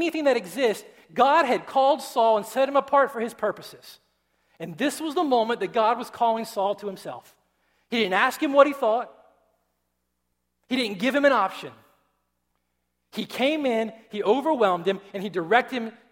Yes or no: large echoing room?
yes